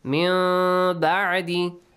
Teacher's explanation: you change the noon sound into half a hidden meme sound, half hidden meme sound · Term: Iqlab